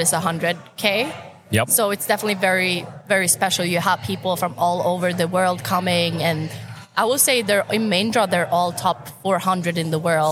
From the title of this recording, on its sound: Live at the Collegiate Open